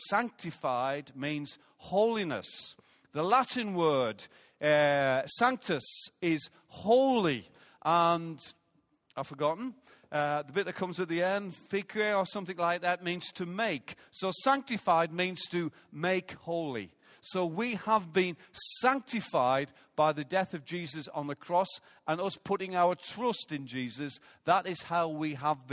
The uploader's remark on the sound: Recorded live at Life Church on Sunday 7th May 2017.